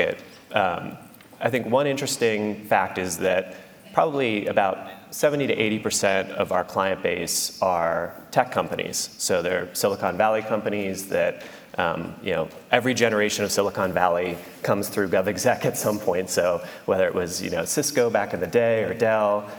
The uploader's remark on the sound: took the stage at Omeda's Idea Exchange to do a live recording of the podcast